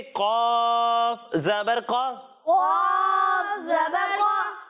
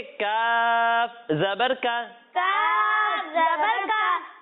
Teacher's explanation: جب ہم قاف کی ادائیگی کریں گے تو اسے موٹا پڑھیں گے اور جب ہم کاف کی ادائیگی کریں گے تو اسے باریک پڑھیں گے